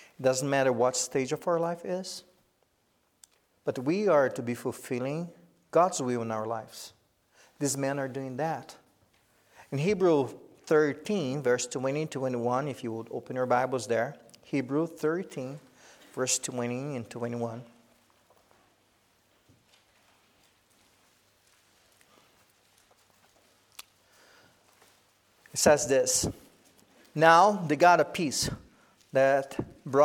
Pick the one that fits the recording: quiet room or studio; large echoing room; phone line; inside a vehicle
large echoing room